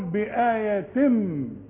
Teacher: بآيتين تنوين وبعده ميم، ادغم ادغام كامل بغنة